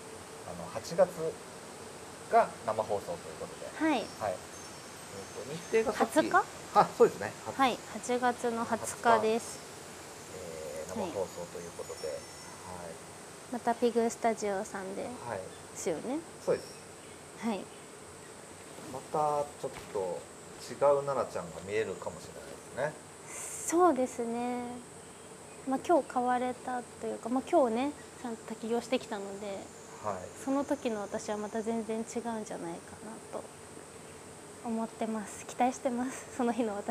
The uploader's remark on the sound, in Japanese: 滝行を終えて森の中からお届け。